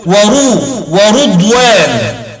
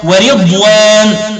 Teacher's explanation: قرأ شعبة بضم الراء فيقول ورو ورضوان. وقرأ الباقون بالقيد المذكور هنا وهو كسر الراء